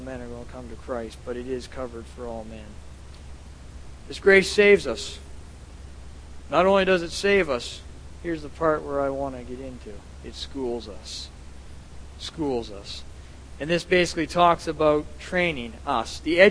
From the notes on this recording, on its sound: at The People’s Church of Somerville, NB